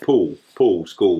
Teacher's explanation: We don't even pronounce the L.